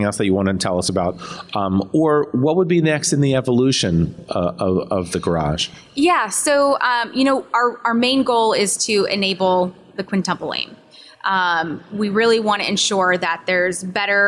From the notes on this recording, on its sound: recorded live at NCQA’s 2023 Health Innovation Summit